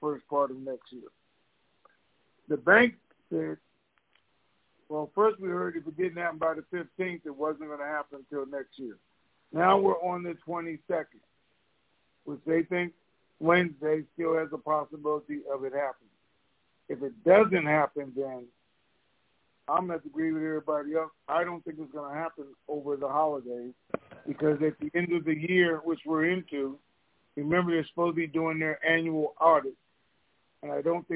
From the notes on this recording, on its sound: TNTSuperfantastic Conference Call